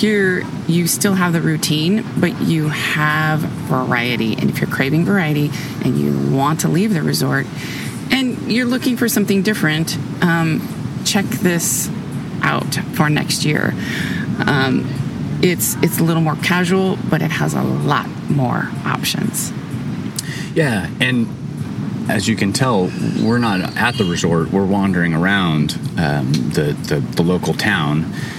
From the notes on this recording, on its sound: They are currently at Hotel Jaco in Jako, sitting outside the bar on a picnic table with a view of the ocean.